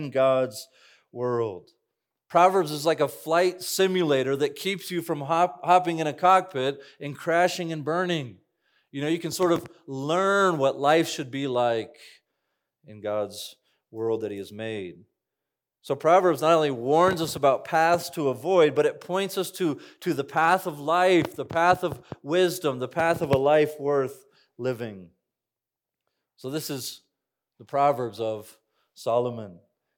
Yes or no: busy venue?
no